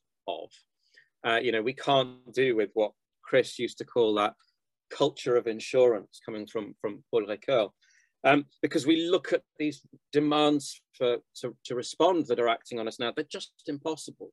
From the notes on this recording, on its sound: The seminar took place over Zoom